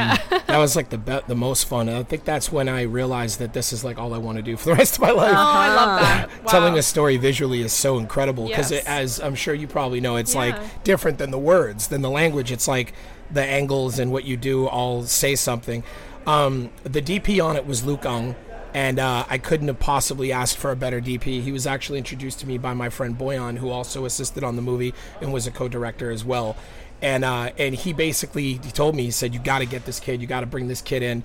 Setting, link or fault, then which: setting, busy venue